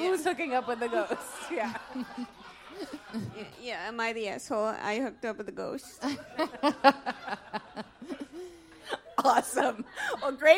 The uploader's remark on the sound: LIVE at the Green Room 42